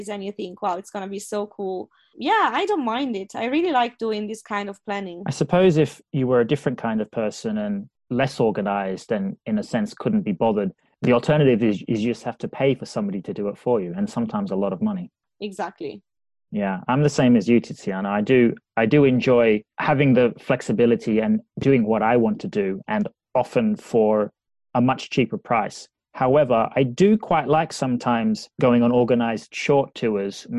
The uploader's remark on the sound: Zooms from Liverpool across the Irish Sea. In her natural habitat - Dublin.